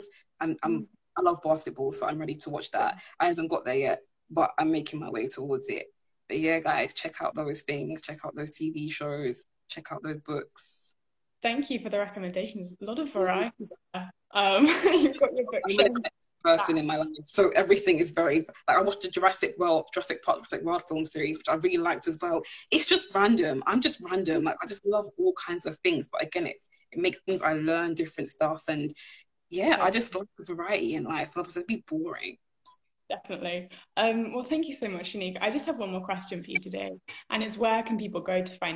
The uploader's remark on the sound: live Instagram interview